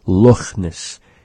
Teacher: He pronounces the CH in the word just like we do in Nechalk, the cha sound. It's sort of a raspy sound, resembling slightly an H sound.